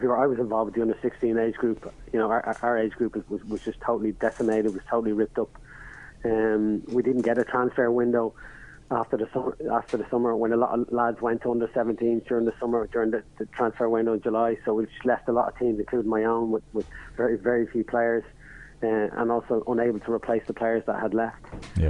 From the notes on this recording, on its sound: On the phone we had